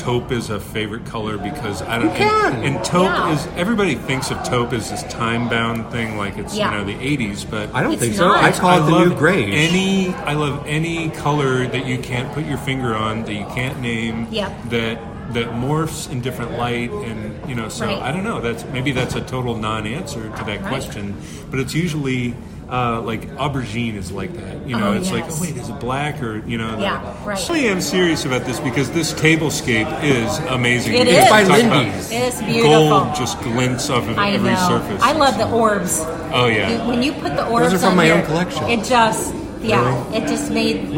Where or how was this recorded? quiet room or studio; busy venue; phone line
busy venue